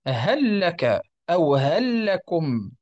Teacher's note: ندغم اللام في اللام